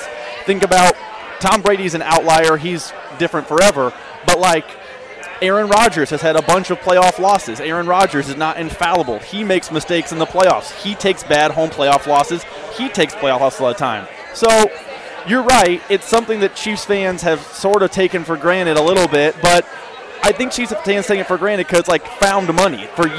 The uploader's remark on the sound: Hour two live from Cinder Block Brewery